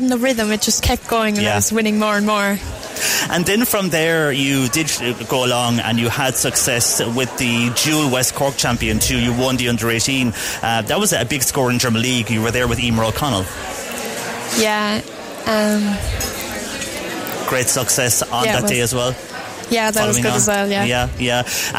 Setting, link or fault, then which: setting, busy venue